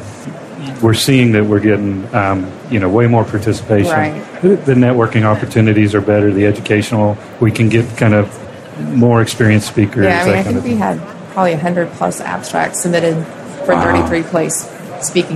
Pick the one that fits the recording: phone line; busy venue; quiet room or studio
busy venue